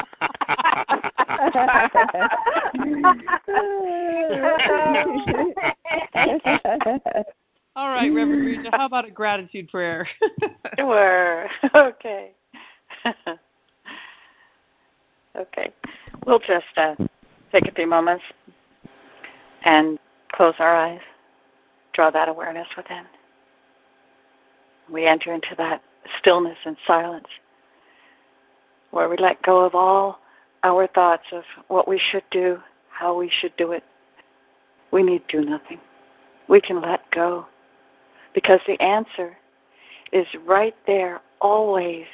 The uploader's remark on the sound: ACIM Daily TEXT Conference Call